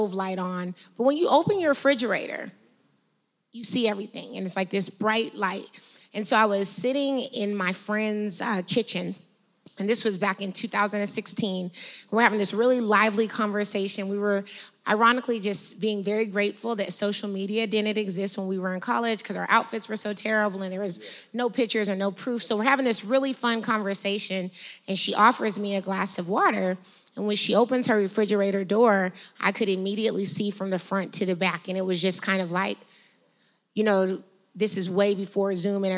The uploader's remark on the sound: LIVE at Denver Startup Week. Elevated Denver hosted a live podcast recording.